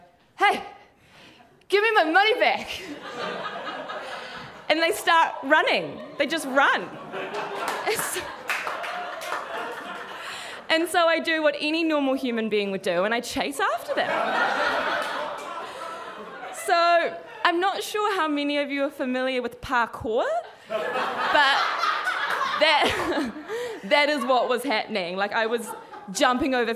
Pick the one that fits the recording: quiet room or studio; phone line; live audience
live audience